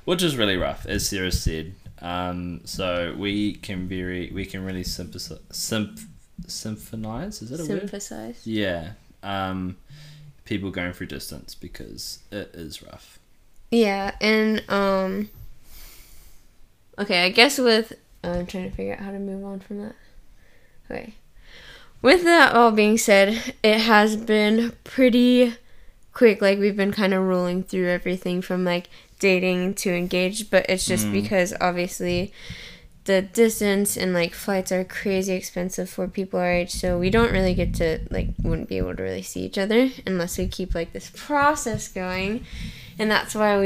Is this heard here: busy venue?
no